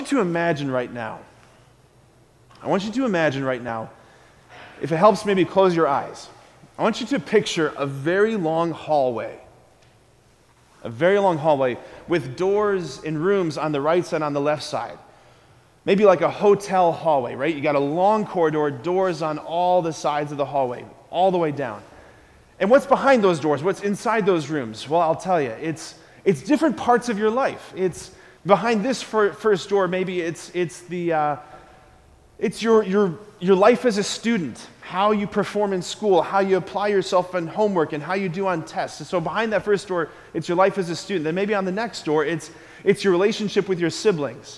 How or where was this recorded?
large echoing room